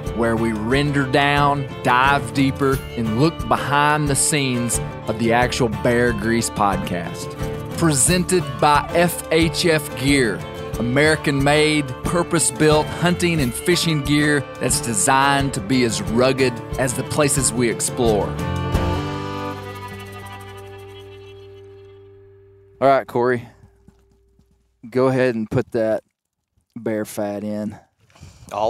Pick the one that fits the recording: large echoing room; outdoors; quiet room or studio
outdoors